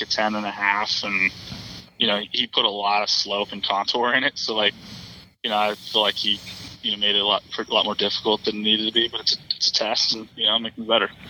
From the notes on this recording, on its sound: hopped on the phone